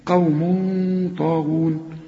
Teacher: تنوين وبعده طاء، والطاء من حروف الإخفاء، عايزين غنة هنا